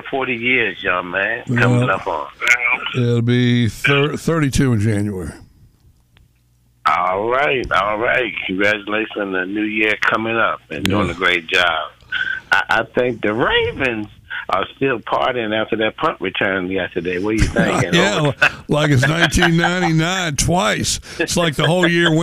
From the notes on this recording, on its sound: takes your calls